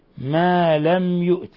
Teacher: ميم ساكنة جاء بعدها الياء الحكم التجويد إظهار شفوي